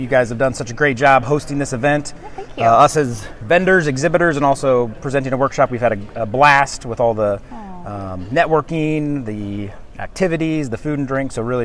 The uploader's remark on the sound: Broadway Ergonomics had the opportunity to participate in the Region 7 VPPPA conference this past June held in Branson, Missouri. As part of our exhibitor booth, we interviewed attendees of the conference for the podcast.